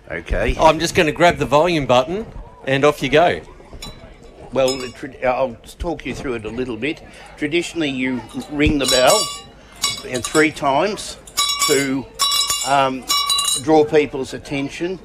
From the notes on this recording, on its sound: special outside broadcast live from the 2024 Go Nagambie On Water Festival from Lake Nagambie, Nagambie